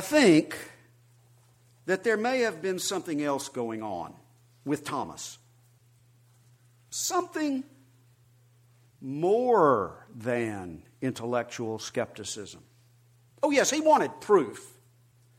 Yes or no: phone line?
no